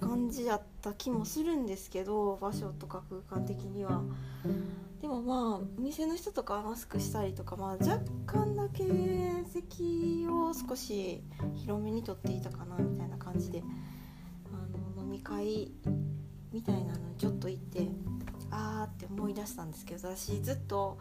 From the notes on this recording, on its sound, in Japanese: 洗濯物を片付けながらの録音でした